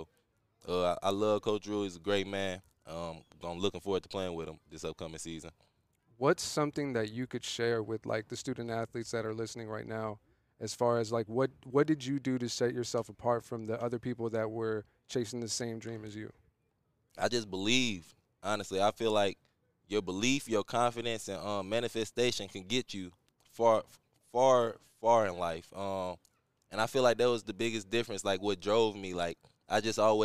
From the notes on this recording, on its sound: We are live on location at the Friday Night Lights Youth Football Camp, hosted by KDP Athletics.